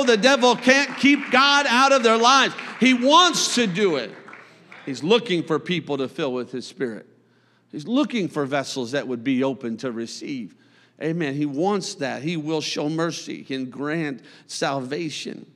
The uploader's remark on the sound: a service recording from Connect Point UPC